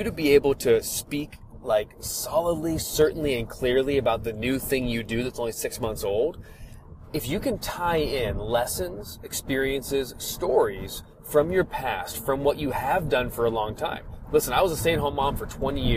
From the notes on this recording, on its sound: The audio in this episode comes from a FB Live I recorded while driving. The audio is not perfect.